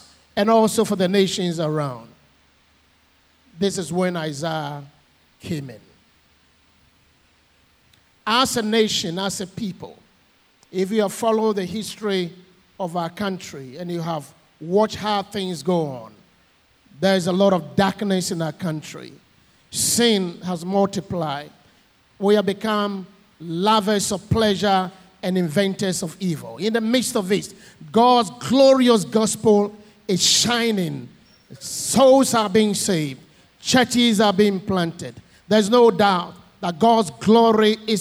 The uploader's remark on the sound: Sermon preached at CBC Adabraka Campus